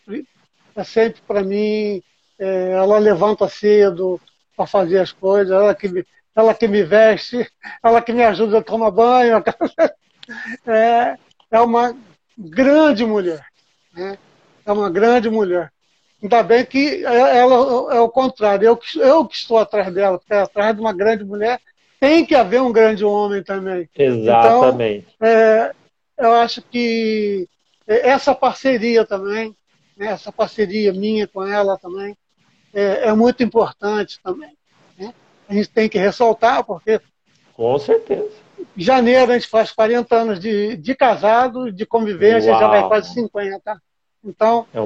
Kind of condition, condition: link, video call